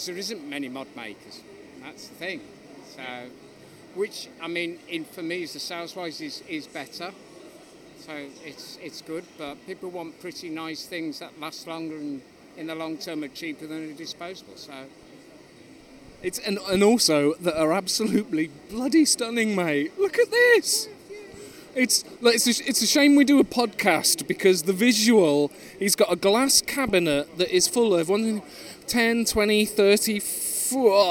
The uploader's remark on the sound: Recorded at the show in the NEC in Birmingham. It's live, so beware of background noise! Apologies for the technical glitches at the start, the perils of field recording!